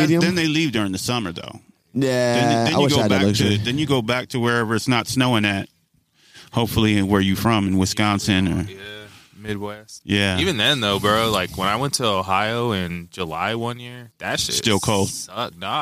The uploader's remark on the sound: We Outside (Himmel Park Edition). Podcasting live at Himmel Park. Tucson.